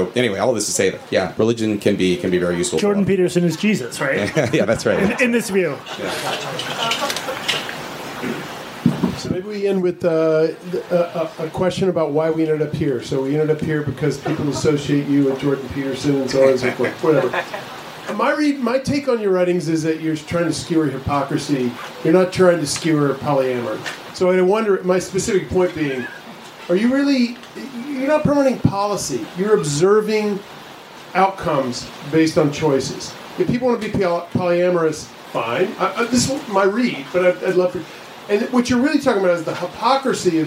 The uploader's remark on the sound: audio of a February 20 live event at the Village Underground